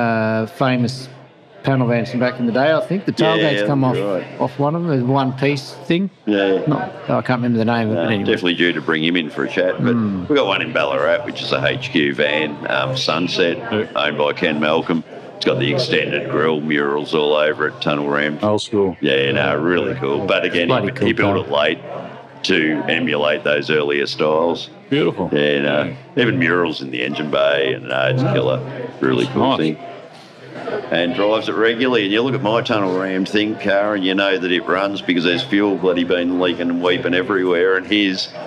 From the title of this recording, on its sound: LIVE.....from Chrome in the Goldfields!!